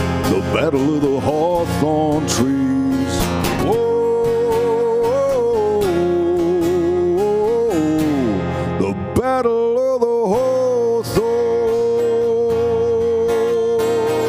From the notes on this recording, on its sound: a hugely enjoyable broadcast from the Three Store on Grafton Street